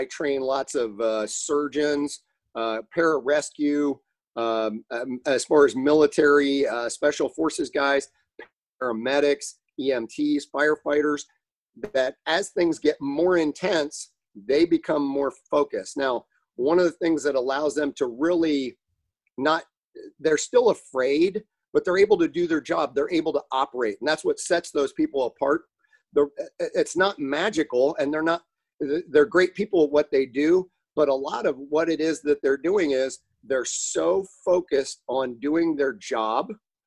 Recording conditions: video call